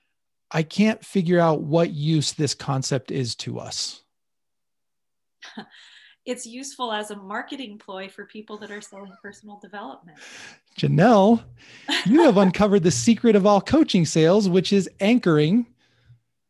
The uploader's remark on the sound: In this live session I invited three different people to join me on the call